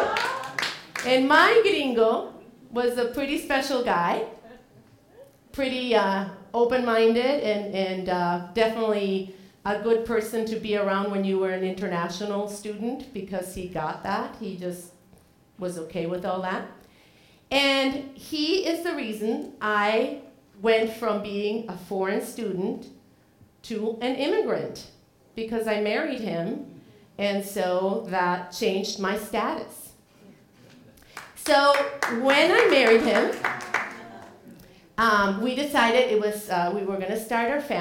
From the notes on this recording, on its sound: Live at The Fremont Theater in Portland, OR. Portland Story Theater.